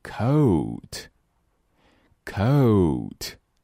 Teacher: 这个音是从 a 开始到 u 去滑动，要记住双元音一定要感受到口型的滑动或者变化